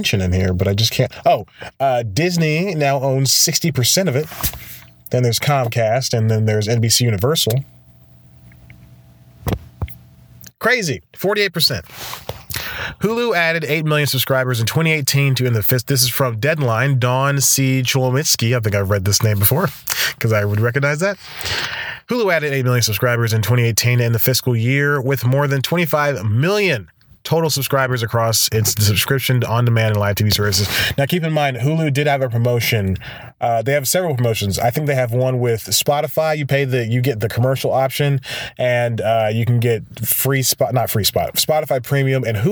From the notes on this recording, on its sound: Back in the car for this week's episode. This time, he's parked outside of a coffee shop he just went to.